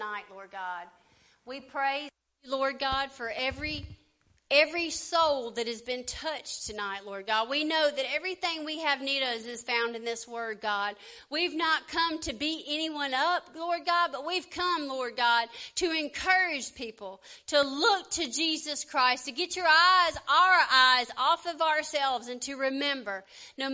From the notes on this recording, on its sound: LIVE SERVICE. Preaching at Family Worship Center in Athens Tennessee.